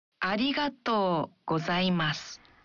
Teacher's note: Dalam mengucapkan arigato, bunyikan vokal o dalam to. Satu ketuk lebih panjang.